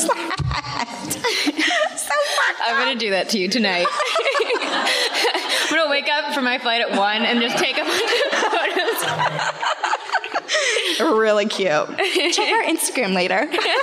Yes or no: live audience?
yes